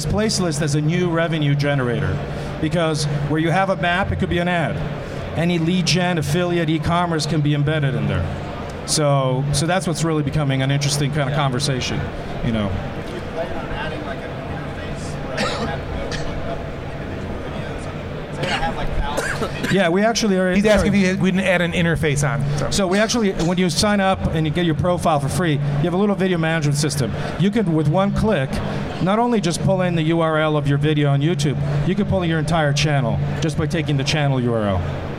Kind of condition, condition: setting, busy venue